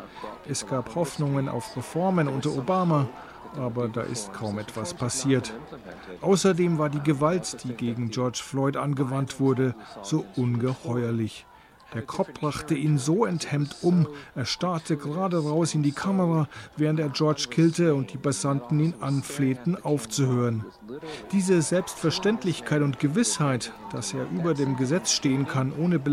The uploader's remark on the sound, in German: war für ndaktuell in New York auf der Straße und hat die Proteste am sechsten Tag in Folge in einem Audiobeitrag eingefangen.